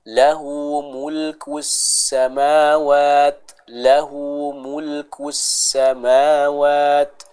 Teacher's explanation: jadi kita membaca huruf sin dengan tipis. Yaitu caranya dengan setelah memonyongkan huruf kaf yang dhammah secara sempurna, masuk ke sin yang bertasydid, itu mengembalikan posisi bibir ke awal.